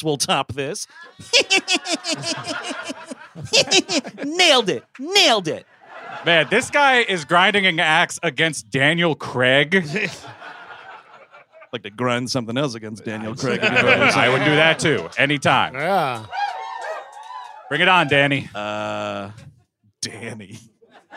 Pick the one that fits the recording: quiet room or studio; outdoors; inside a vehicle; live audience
live audience